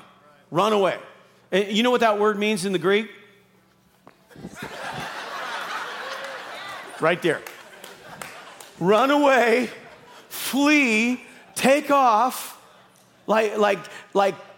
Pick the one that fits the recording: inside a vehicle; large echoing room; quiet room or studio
large echoing room